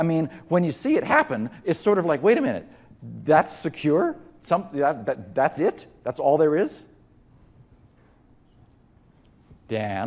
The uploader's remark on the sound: during DigiCert Corporation's Security Summit 2014 event on November 7th, 2014 in Las Vegas